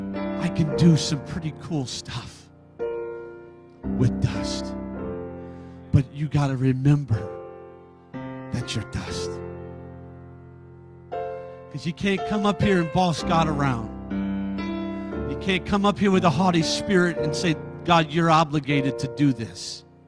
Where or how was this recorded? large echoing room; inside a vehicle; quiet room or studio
large echoing room